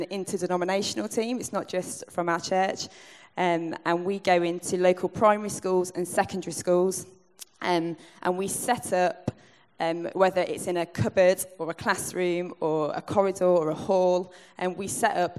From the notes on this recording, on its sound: Recorded at the 2018 Newday Youth Worker's Weekend